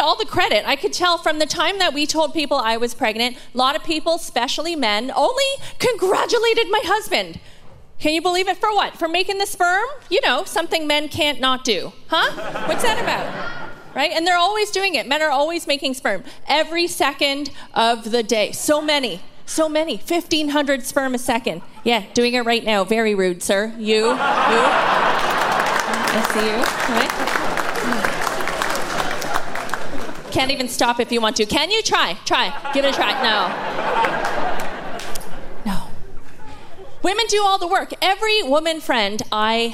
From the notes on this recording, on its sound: Recorded in 2022 at the Shenkman Arts Centre in Ottawa. From the Winnipeg Comedy Festival.